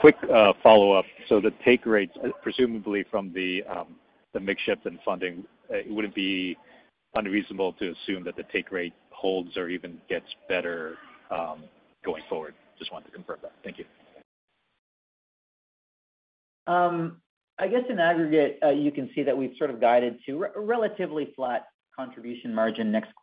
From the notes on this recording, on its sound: Second Quarter 2023 Earnings Conference Call.